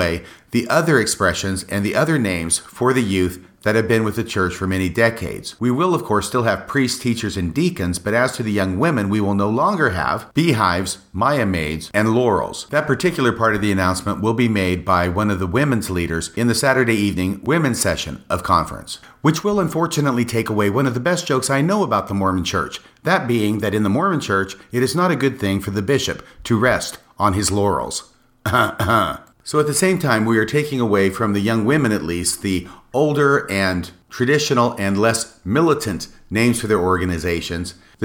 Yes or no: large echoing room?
no